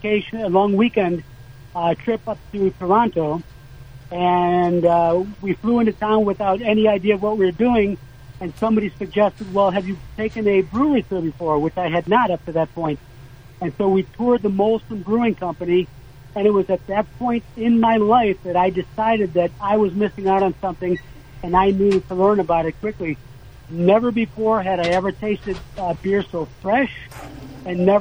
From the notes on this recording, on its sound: on the phone from Chicago